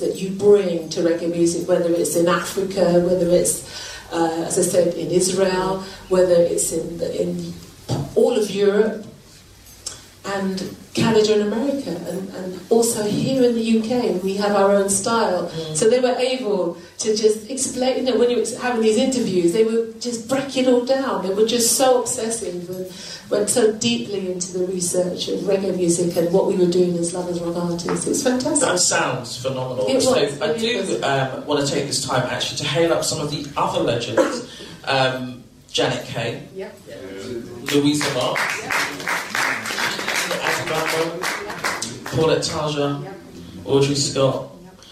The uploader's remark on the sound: This recording was part of the Bass Rewind Session on the 12th February which took place at the Jamaican High Commission to coincide with Reggae Month.